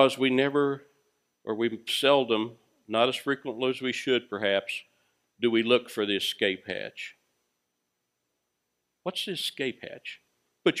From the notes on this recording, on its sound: Recorded live at Freedom Fellowship Church in Tontitown, Arkansas on Sunday, January 24, 2021.